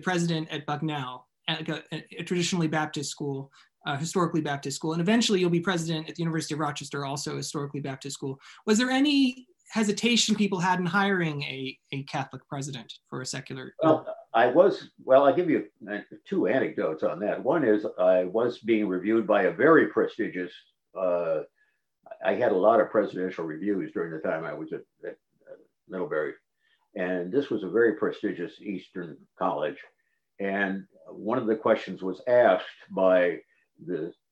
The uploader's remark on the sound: This event is presented by the Lumen Christi Institute Forum on the Church in Higher Education as part of its Liberal Arts Colloquium. This event was presented as a live webinar.